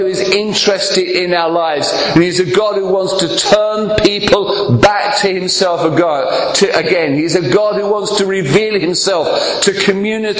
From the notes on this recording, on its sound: preaching at Clacton Elim Church